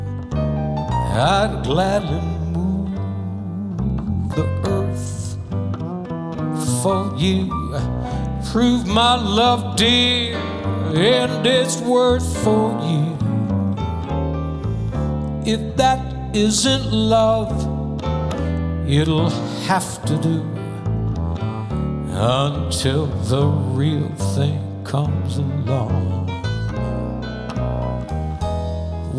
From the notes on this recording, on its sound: Live at the SouthPoint Casino